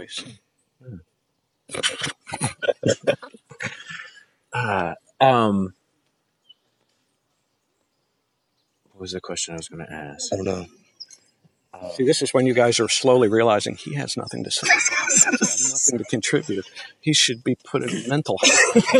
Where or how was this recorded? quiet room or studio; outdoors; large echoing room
outdoors